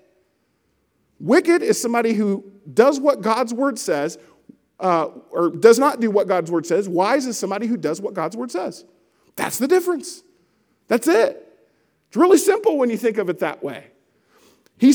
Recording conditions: large echoing room